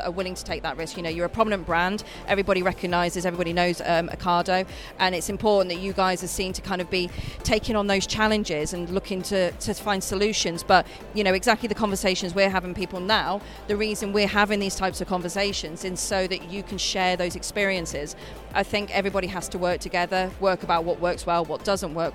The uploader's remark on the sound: we're recording from our very own exhibition stand here at the ITT Hub event in Farnborough!